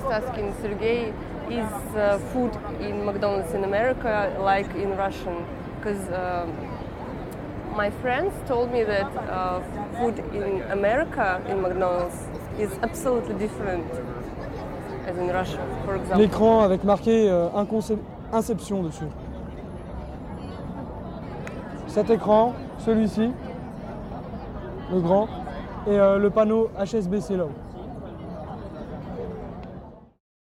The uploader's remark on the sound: while recording at Times Square in New York City.